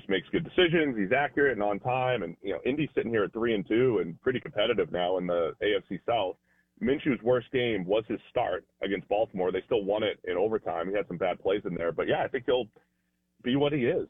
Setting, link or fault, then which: link, phone line